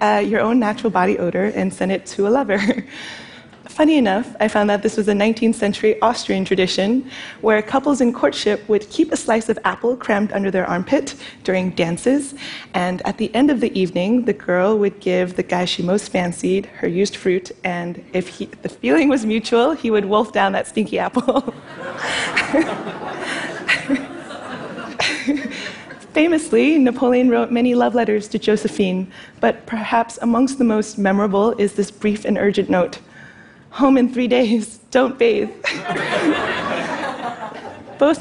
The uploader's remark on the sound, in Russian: В этом кратком живом выступлении. Это выступление записано на мероприятии TEDx, независимо организованном местным сообществом с использованием формата конференций TED.